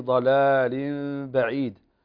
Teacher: وكذلك عندنا التنوين في ضلال بعيد في الآية 27، هنا تنوين وبعده الباء، فالباء من حروف كما سبقا ذكرنا من حروف الإقلاب، فهنا التنوين أو النون الساكنة تقلب ميم وتخفى عند الباء